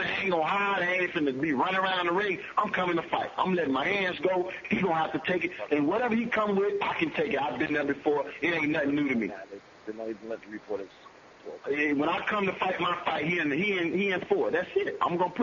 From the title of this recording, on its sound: Conference Call